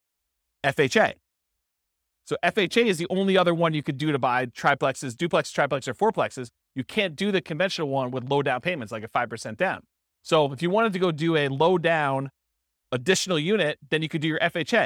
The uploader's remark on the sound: This was a live class recorded. Live in-person version.